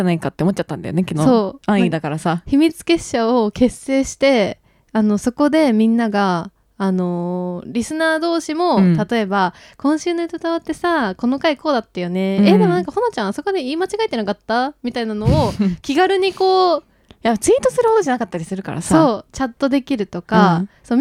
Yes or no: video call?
no